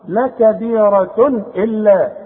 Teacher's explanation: ده تنوين وبعده همزة خلاص يبقى ما غنش هنا · Term: الاظهار